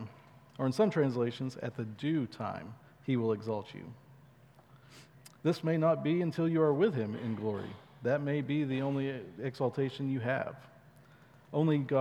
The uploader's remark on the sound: at Chaffee Crossing Baptist Church in Barling, AR